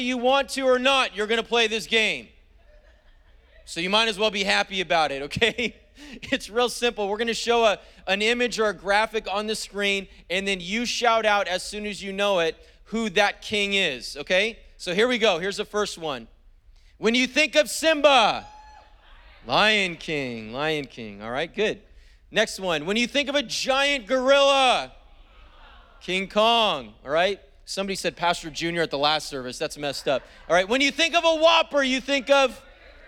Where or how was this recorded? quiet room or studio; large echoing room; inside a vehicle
large echoing room